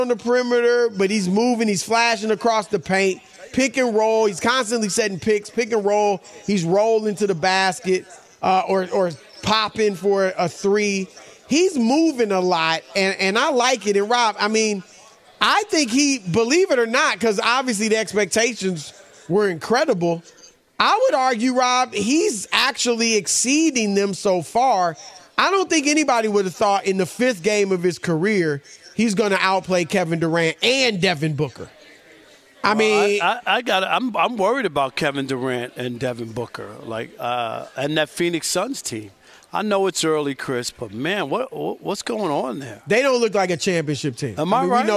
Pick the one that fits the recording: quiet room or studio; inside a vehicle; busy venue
busy venue